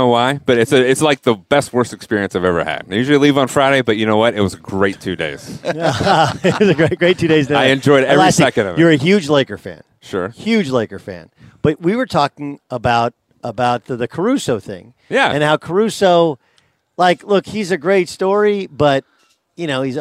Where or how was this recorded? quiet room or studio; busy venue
busy venue